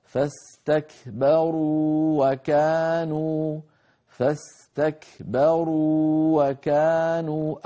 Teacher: بمقدار حركتين مدا طبيعيا، وكانوا أولها واو فالتقى في اللفظ واوان، الواو الأولى ساكنة ولكنها مدية والواو الثانية متحركة · Term: فلا إدغام